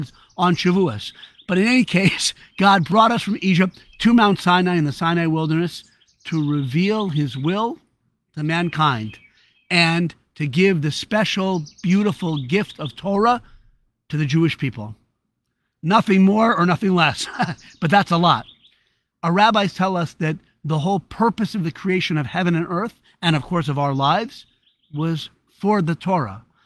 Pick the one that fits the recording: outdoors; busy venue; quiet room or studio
outdoors